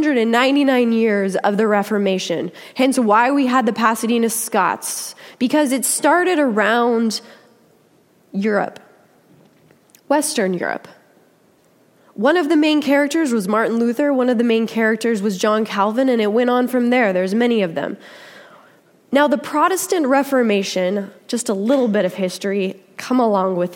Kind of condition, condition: setting, large echoing room